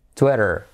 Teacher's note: Tenemos la I como E, Twitter, la T como R suave y luego la letra clave R